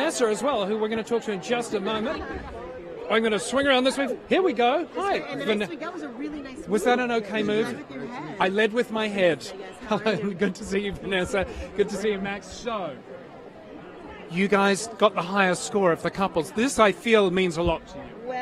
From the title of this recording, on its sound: On the Red Carpet at Dancing With The Stars